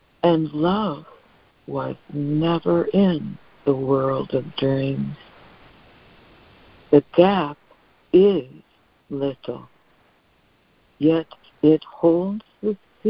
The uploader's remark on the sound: ACIM Daily Conference Call